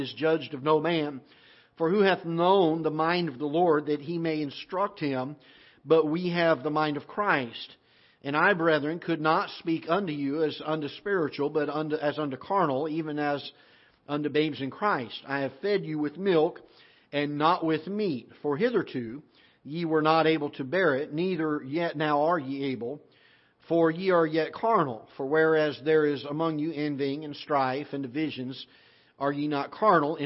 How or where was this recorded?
large echoing room